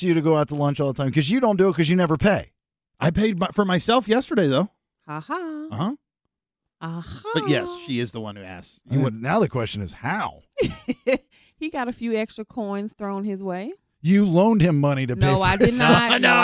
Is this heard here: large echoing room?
no